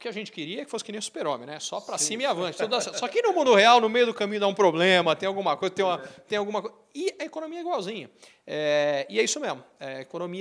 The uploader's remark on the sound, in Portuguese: Prosa gravada na Festa dos 20 anos do Grupo BLB de Auditores e Consultores em Ribeirão Preto.